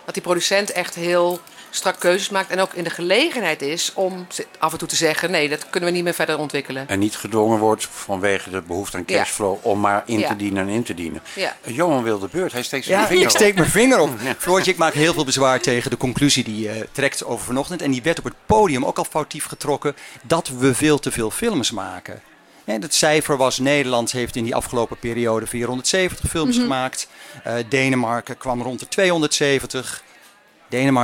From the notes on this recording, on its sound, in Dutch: Het Ketelhuis is verkast naar het Nederlands Film Festival in Utrecht om daar dagelijks verslag te doen vanaf het filmfront.